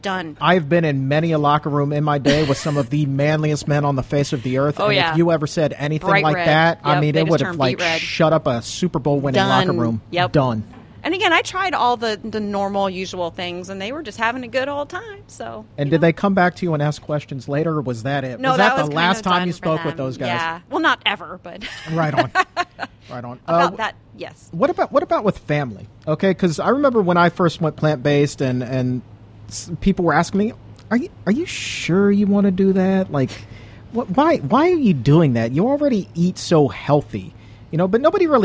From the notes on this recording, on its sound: during a live broadcast from the Fruitive Restaurant in Washington, DC